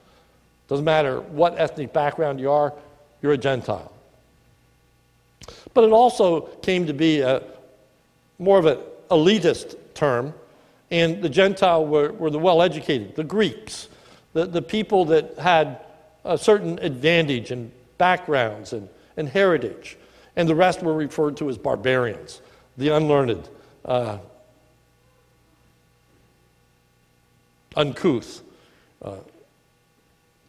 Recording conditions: large echoing room